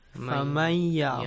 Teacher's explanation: Noon is merged to ya as if noon is gone.